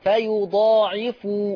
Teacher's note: الأداء طيب، ولكن انتبهي إلى ملاحظة وحيدة، فو أتم ضم الشفة لإتمام حركة ضم الفاء